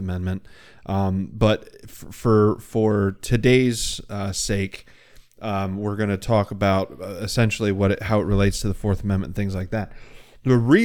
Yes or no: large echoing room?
no